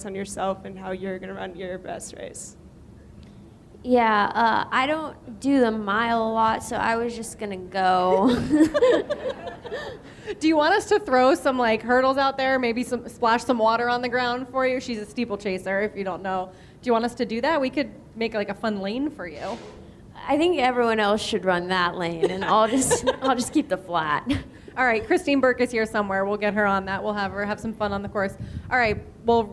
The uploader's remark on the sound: Joined me for a live show. At New York Road Runners's second annual RunnerCon event the day before the New Balance Fifth Avenue Mile.